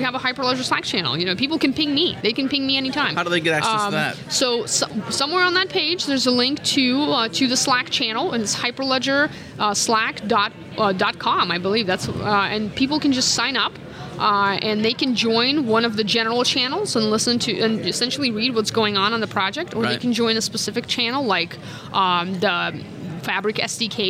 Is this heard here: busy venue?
yes